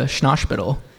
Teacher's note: he adds like a SH sound on words that don't have that